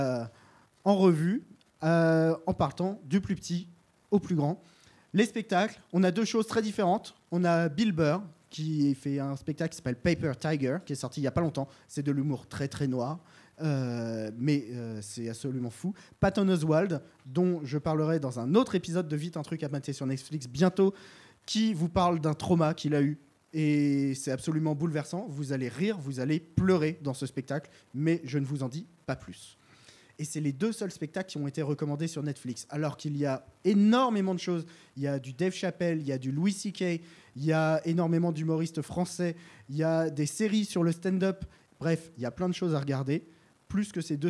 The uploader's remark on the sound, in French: Live au Charlie sur les recommandations du public